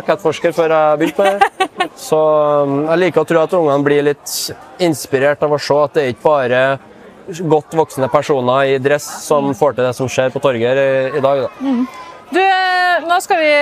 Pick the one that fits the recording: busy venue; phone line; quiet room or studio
busy venue